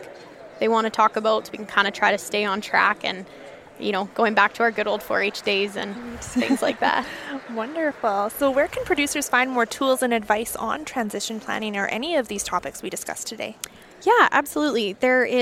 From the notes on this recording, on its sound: This episode was recorded at the 2023 Canadian Beef Industry Conference in Calgary this August.